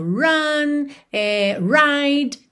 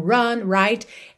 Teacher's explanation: vai ter o R enrolado normalmente, porque é um R de começo de palavra